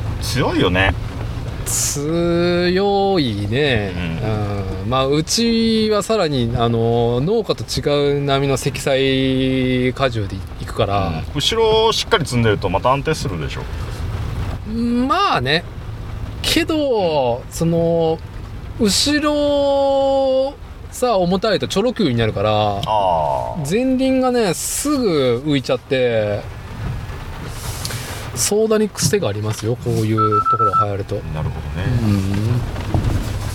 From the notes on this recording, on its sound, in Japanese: 屋外収録「スズキJB64Wジムニー」。